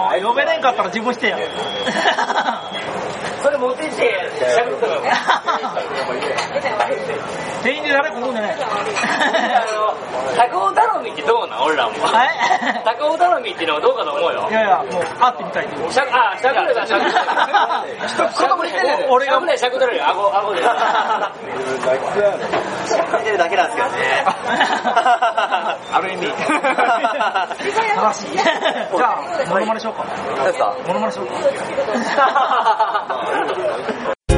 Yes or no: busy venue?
yes